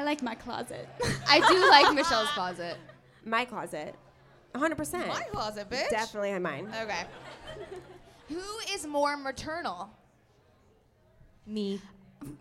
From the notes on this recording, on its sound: LIVE EVENT. Friday night was SUCH a success - it was so amazing to meet all of our sisters and celebrate a night of sisterly vibes.